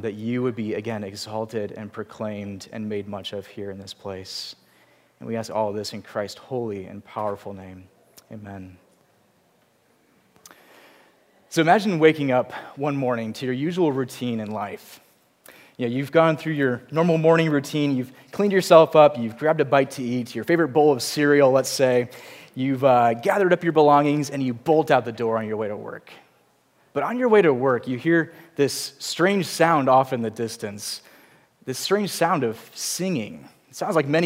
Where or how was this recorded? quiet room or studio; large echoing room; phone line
large echoing room